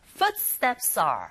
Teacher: 기능어이기 때문에 강사를 받지 않아서 footsteps are s라는 자음의 소리와 r의 아 이 부분에 모음이 연결되니까 연음 현상이 일어나죠. There's a liaison.